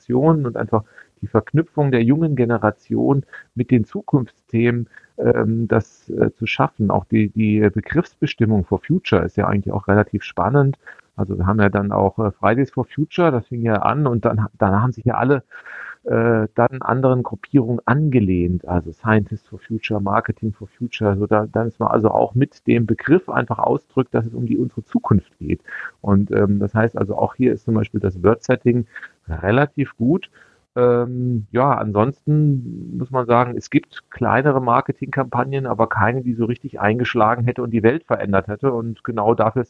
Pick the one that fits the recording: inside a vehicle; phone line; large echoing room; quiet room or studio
phone line